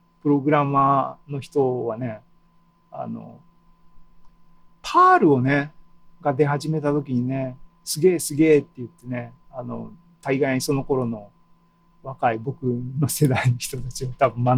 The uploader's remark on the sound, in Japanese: ２０２２年７月２７日に開催した ZOOMライブの模様です